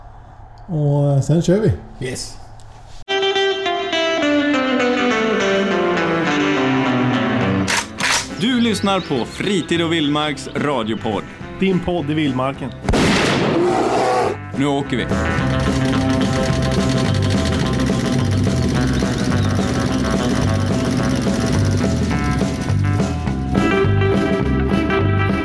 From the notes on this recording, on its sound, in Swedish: Har varit på björnjakt i Jämtland. Hade med sig ljudinspelaren dit så ni kommer få höra intervjuer med björnskyttar och hundförare.